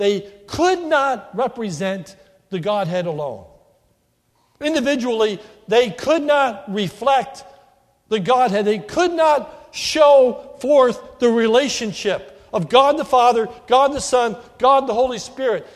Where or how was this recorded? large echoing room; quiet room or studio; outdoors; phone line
large echoing room